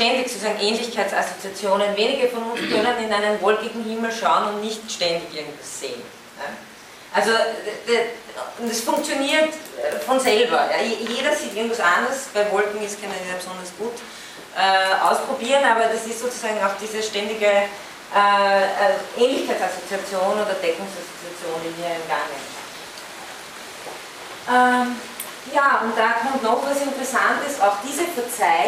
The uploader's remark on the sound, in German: von Studierenden aufgezeichnet